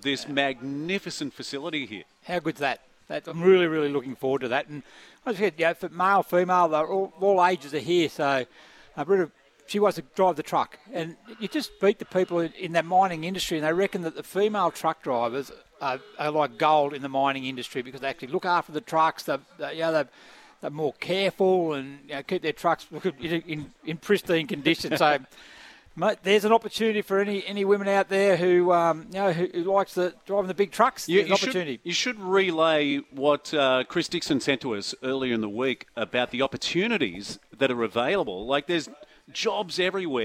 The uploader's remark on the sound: live from Westrac at the Robson civil projects open day